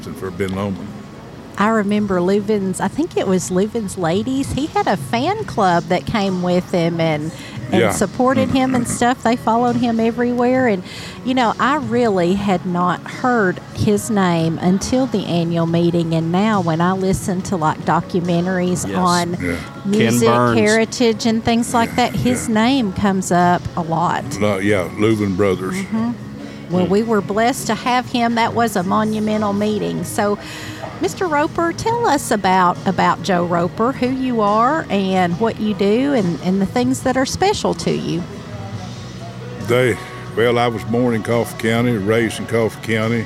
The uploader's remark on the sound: LIVE from the 2023 Ben Lomand Connect Annual Meeting!